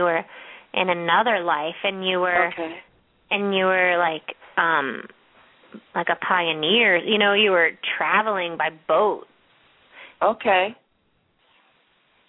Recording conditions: phone line